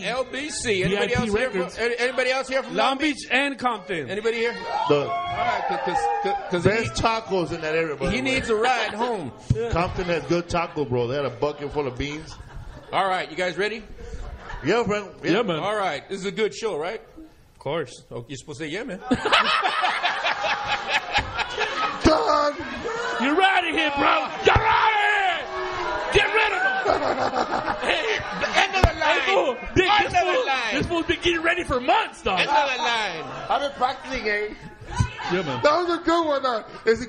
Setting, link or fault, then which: setting, live audience